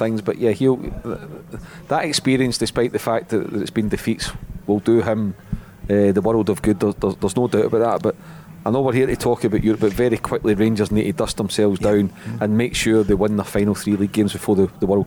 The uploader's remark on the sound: Recorded at The Radisson Red Glasgow.